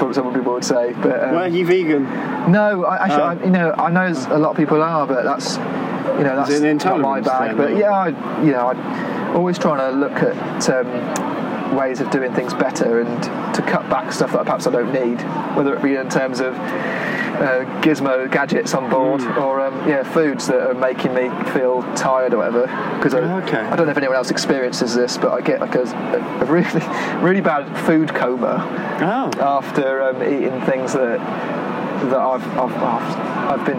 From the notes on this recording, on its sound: Recorded outdoors at Gas Street Basin.